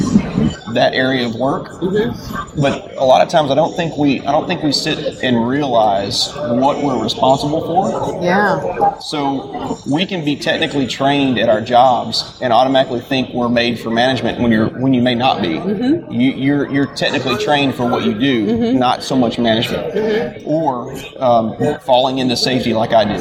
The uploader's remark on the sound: joins us live on the floor of the NSC